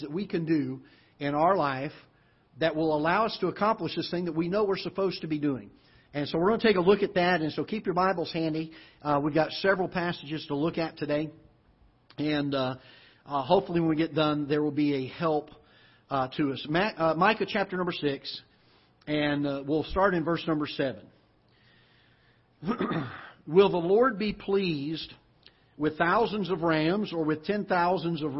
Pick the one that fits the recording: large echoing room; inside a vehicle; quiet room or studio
large echoing room